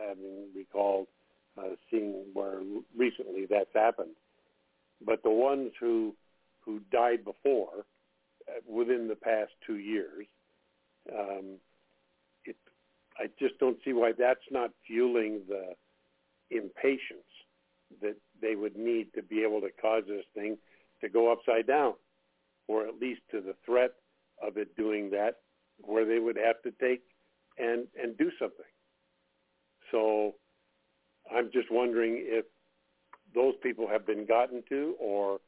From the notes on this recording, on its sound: TNTSuperfantastic Conference Call